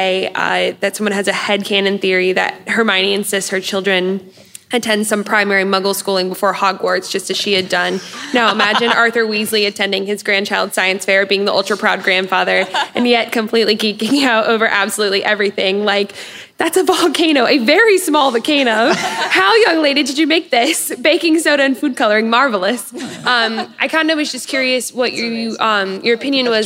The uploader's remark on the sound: Live From LeakyCon 2018.